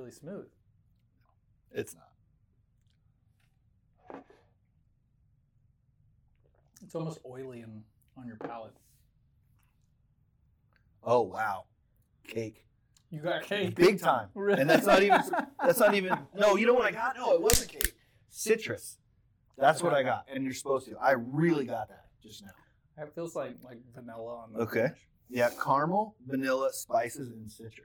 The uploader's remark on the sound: We do apologize for the terrible audio in this episode. We aren't sure what happened but we suspect the Bourbon Gremlins got into our system somehow and jacked some stuff up as they're prone to do.